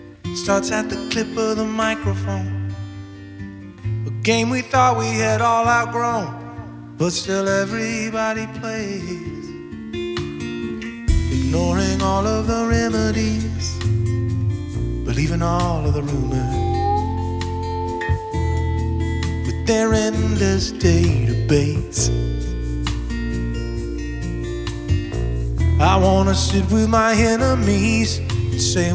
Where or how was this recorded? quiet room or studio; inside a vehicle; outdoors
outdoors